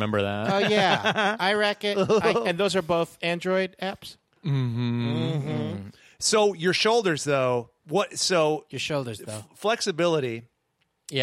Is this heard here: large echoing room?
no